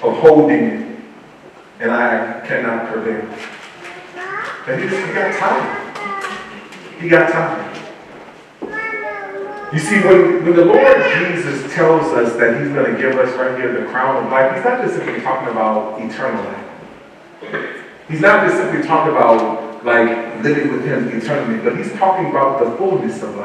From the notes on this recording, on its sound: Once Again we apologize for the poor audio quality